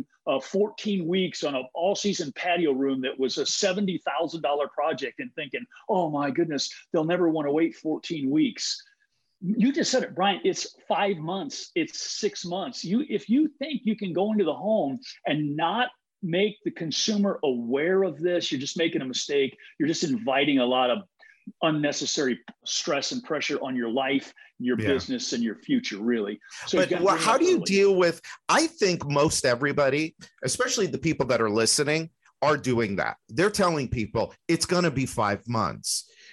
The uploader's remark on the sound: You are going to hear the recording of a webinar.